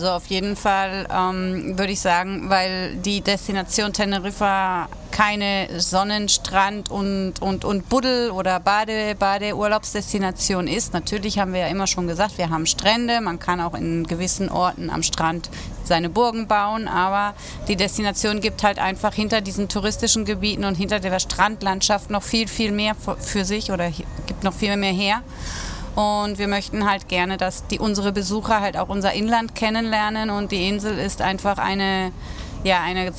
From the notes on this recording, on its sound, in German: in dieser Episode, die am Hafen von Las Galletas im Süden Teneriffas aufgezeichnet wurde